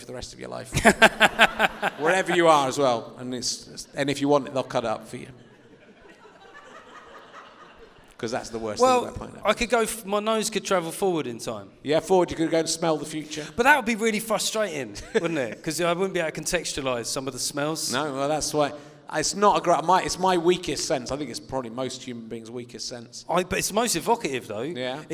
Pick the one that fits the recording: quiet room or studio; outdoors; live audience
live audience